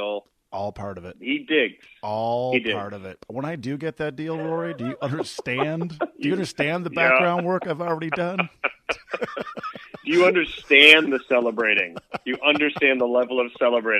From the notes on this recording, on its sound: joins me by phone